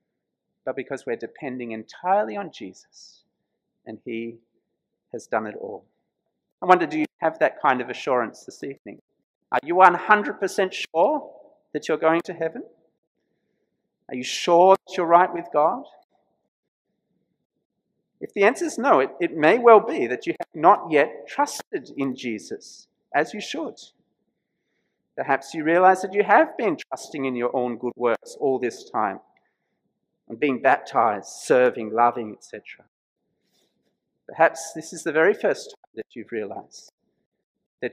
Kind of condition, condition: setting, large echoing room